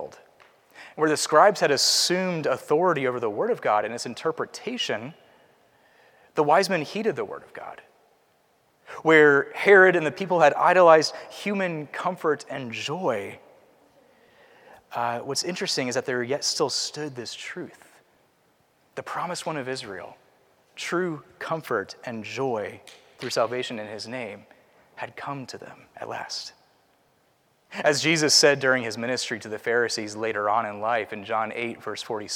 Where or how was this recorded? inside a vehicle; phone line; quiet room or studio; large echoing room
large echoing room